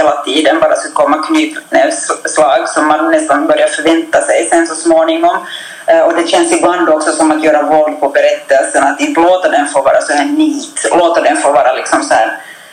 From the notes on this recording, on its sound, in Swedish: För första gången någonsin kunde gruppen inte samlas rent fysiskt, utan bandade in på olika håll vilket tyvärr påverkade ljudet, men absolut inte innehållet!